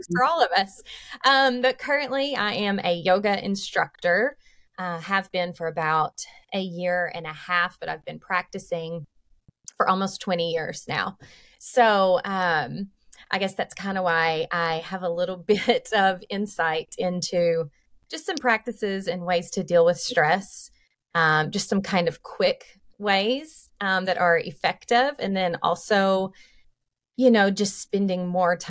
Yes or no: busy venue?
no